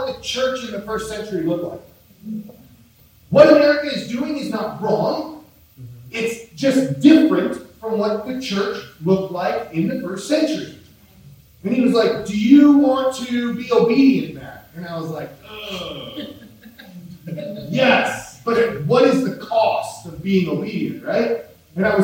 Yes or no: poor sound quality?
yes